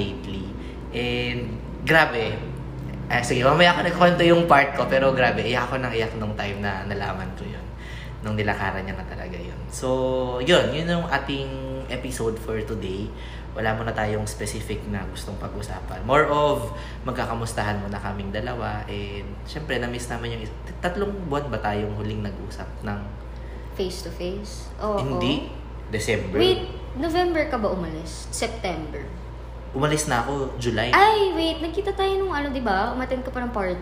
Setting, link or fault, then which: fault, sounds in the background